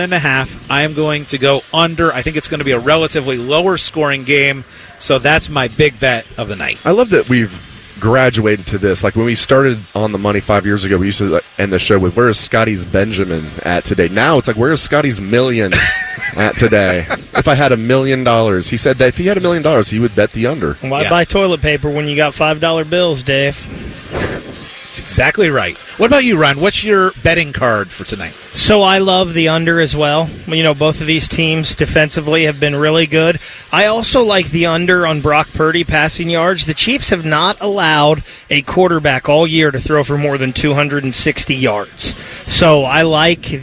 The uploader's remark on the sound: live from Hollywood Casino